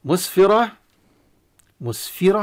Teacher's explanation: تفخيم الراء لأنها مفتوحة والتاء المربوطة تقلب هاء